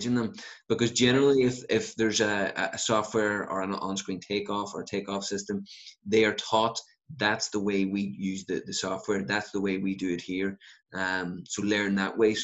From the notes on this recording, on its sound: This is the zoom interview. From Dallas, TX.